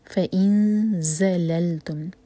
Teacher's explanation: فَإِن زَلَلْتُمْ، فَإِن فا الگ ورڈ اور ان الگ ورڈ، فَإِن ایمٹی نون کے بعد زا تو اخفا ایسے کریں گے کہ زا کے لیے زبان تیار ہو، اور زا جو ہے بزنگ ساؤنڈ کے ساتھ آنی چاہیے اس کی آواز. فَإِن زَلَلْتُمْ اور لائٹ رکھنا ہے ان کو، لل نہیں کہنا، یہ لل.